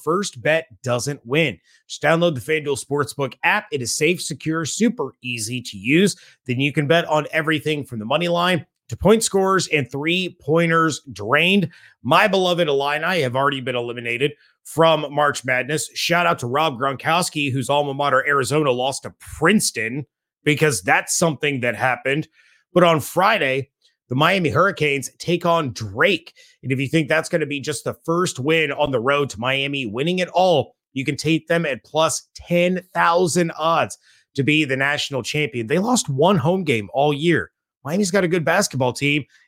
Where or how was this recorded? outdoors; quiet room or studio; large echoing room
quiet room or studio